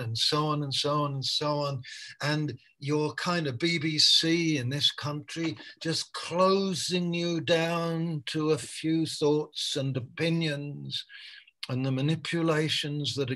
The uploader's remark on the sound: Malaysia Meets (Zoom)